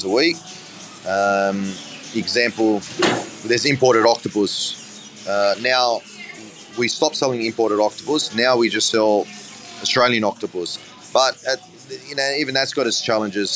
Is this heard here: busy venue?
yes